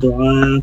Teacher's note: kalimat du'a ini namanya mat wajib, panjangnya boleh 4, juga boleh 6